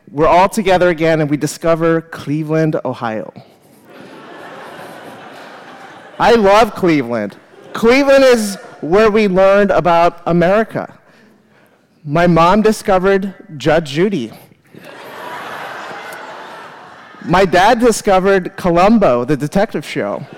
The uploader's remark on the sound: live at The Fremont Theater in Portland, Oregon